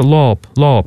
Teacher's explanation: В лоб будет произноситься лоб, лоб, такой о, широкий.